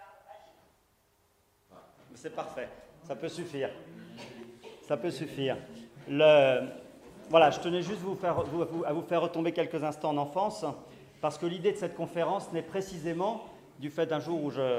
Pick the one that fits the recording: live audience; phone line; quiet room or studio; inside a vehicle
live audience